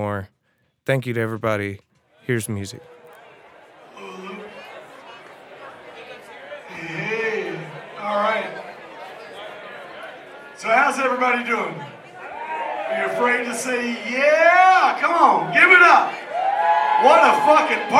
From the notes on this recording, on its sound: here is some live music from the event a la Festival Expressions and Tragic City